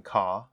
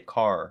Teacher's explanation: We have what you call a rhotic R or hard R. So every R that we use is very obviously there. · Shown in: second take · You don't sort of miss it like in ka, in a UK accent, English accent.